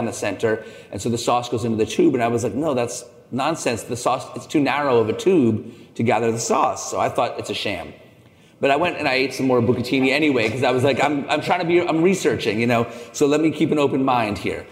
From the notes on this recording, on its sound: In this special episode recorded live at the Summer Fancy Food Show 2022.